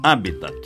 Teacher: Habitat, como proparoxítono, sem esquecer o T mudo final